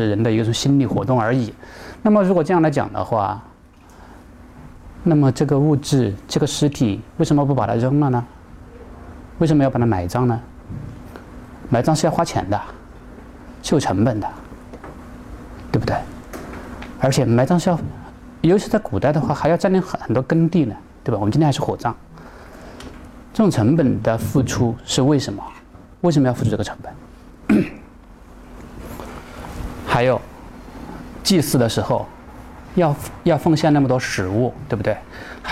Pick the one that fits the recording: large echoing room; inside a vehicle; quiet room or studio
large echoing room